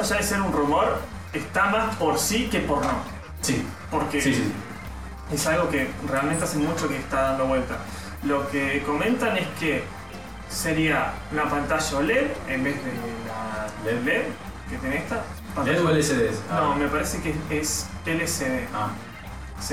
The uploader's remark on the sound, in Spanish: Este episodio contó con un desperfecto de sonido (los micrófonos decidieron no grabar), así que la calidad es bastante cuestionable.